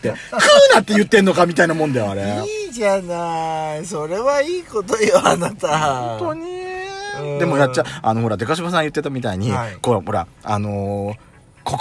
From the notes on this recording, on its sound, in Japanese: パーキング収録